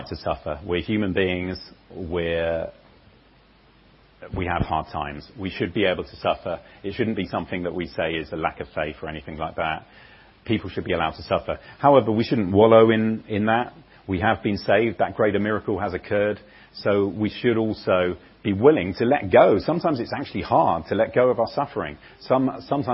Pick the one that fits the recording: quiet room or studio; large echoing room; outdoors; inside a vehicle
large echoing room